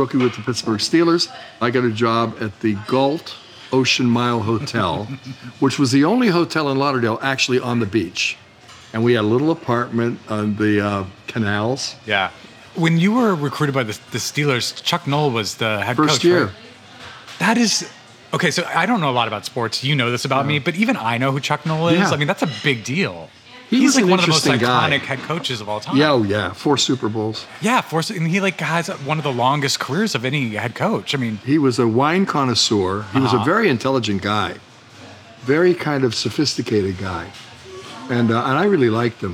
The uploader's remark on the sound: Over some fancy sandwiches. This episode was recorded at Lunetta in Santa Monica.